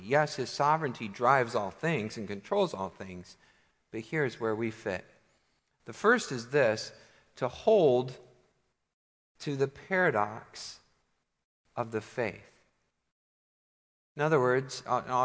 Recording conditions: large echoing room